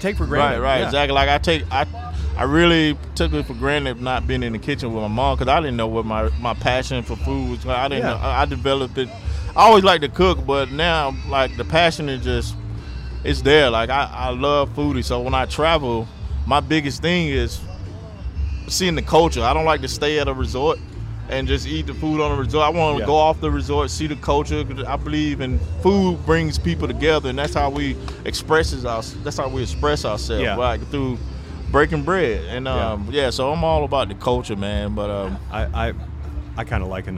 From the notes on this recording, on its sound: live from BBQ Love Fest in Tampa